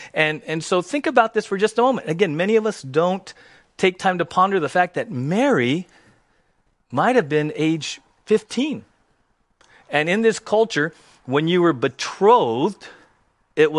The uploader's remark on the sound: Christmas Eve Service 2020 - Audio